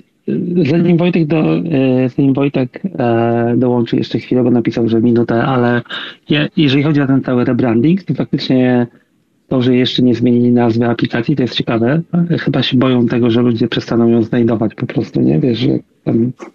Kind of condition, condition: link, video call